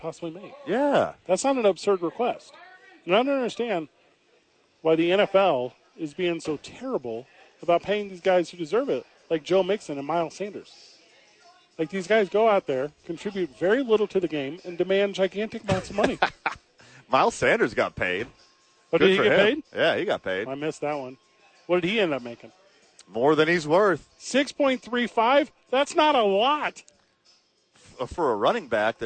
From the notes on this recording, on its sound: live from ABQ AX